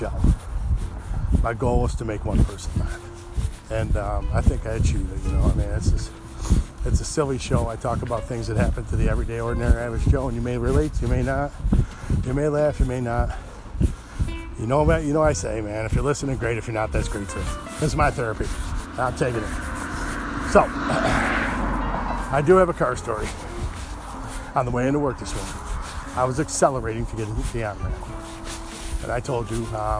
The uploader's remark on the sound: On the road. Walking sorry about my coat it’s too loud.